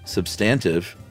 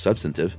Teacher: pronounced substantive with the accent on the second syllable · Shown in: first take